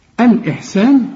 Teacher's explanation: هل جزاء الاحسان، اربع حركات، الاحسان كل الحروف هي مرققه الا اللام عليها الشده